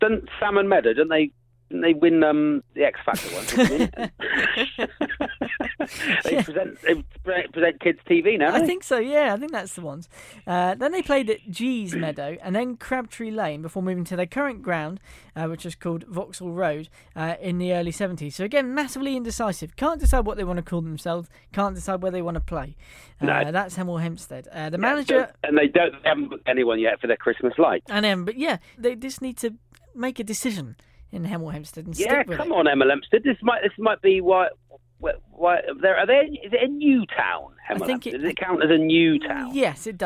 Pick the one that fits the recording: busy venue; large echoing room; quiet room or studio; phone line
phone line